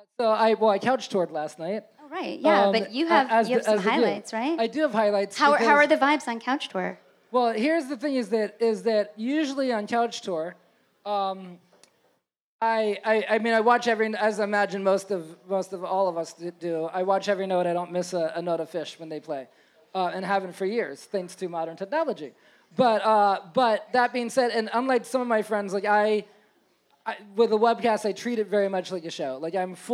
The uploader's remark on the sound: a special episode live from Hill Country in NYC